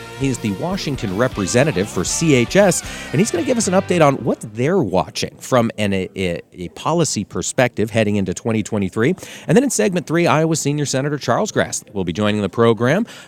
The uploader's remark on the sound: AOA was live from the National Association of Farm Broadcasters Annual Convention in Kansas CIty.